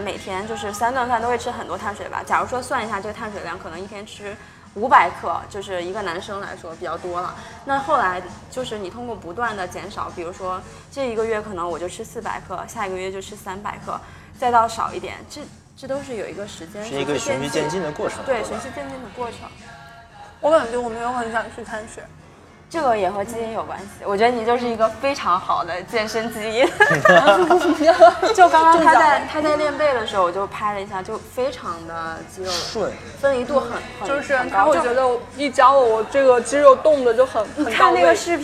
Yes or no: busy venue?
yes